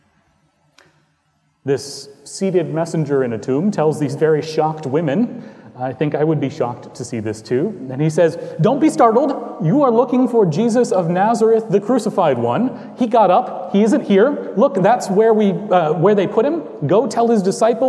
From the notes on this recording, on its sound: Recorded on Easter Sunday, 2018 at Trinity Presbyterian Church in Bixby, Okla.